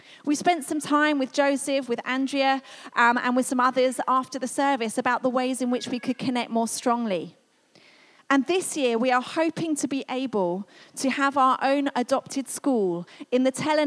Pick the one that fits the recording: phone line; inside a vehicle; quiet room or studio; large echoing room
large echoing room